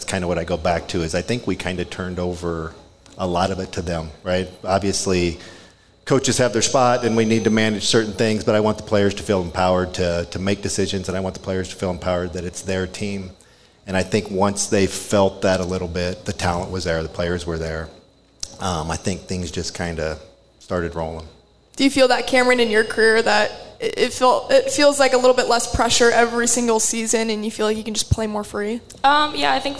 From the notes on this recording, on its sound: Live Show Edition. Hosted another live show at Hail Varsity Club.